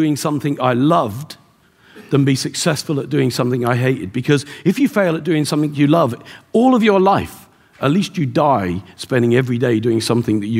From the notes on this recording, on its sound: Live from The Wealth Summit in Dublin at The RDS